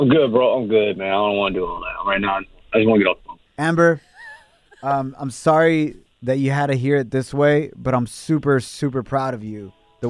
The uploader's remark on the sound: We opened up the phone lines to see what the listeners say on who deserves the armrests!